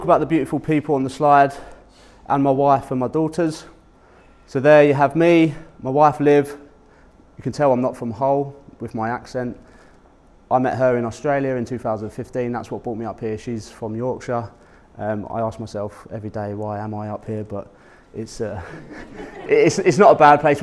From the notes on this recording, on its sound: Public speaking event at PPN Humberside. My talk at PPN Humberside.